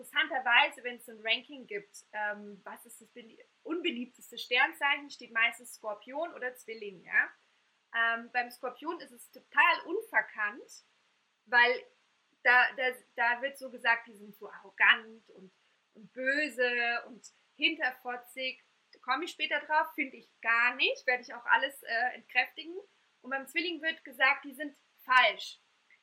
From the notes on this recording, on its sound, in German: Einer Live-Aufnahme meines ersten Webinars. Bitte entschuldigt den Unterschied in der Tonaufnahme.